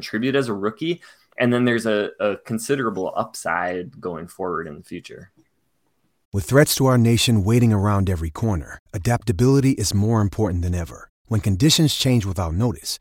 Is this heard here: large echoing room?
no